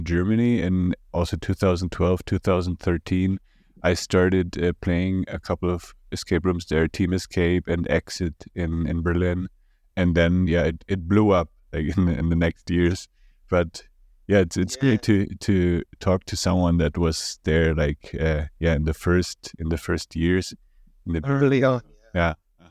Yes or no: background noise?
no